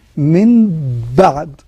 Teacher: قلب النون الساكنة أو التنوين ميما مخفاه مع الغنة